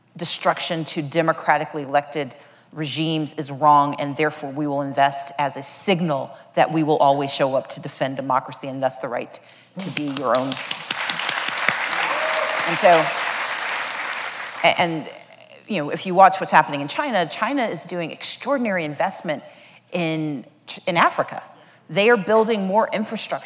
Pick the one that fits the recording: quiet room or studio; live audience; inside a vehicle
live audience